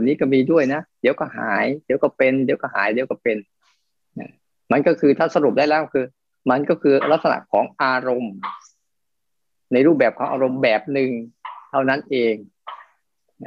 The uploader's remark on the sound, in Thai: คอร์สออนไลน์ (ผ่านโปรแกรม Zoom)